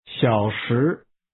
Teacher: The tones are falling, rising, and falling.